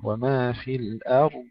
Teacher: ترقيق الهمزة ثم تفخيم الراء ثم استطالة الضاد المفخمة. وما في الأرض، ولا نقلقل، لا نقول ما في الأرض، لا نقلقل لا الراء ولا الضاد.